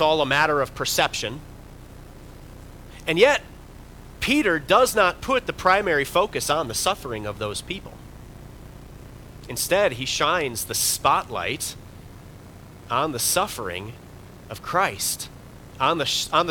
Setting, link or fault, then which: setting, large echoing room